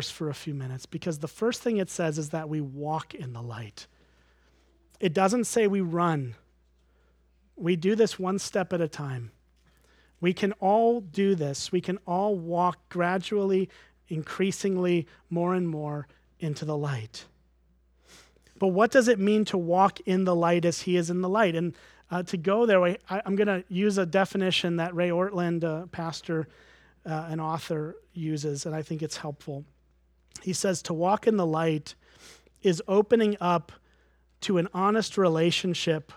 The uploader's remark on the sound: at Springbrook Church in Antigo, WI